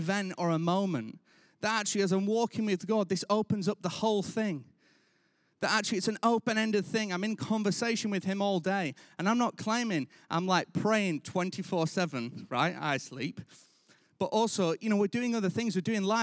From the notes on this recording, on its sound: Recorded live at Life Church Lancashire